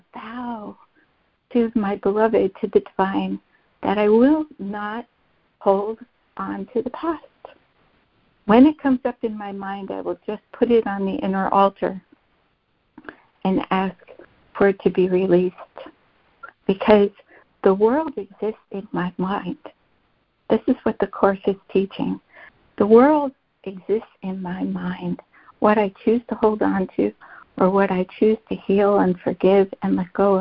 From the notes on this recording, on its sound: ACIM Daily Conference Call